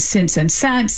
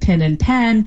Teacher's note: So, you know, a classic Southern feature is that the words in since and sense, that are the vowels in since and sense and pin and pen, those sound the same. And that's also a feature of African-American English. · Term: pin-pen merger